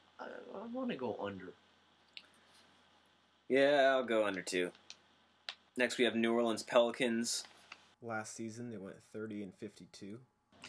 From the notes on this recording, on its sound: There's a little audio issue but whatever.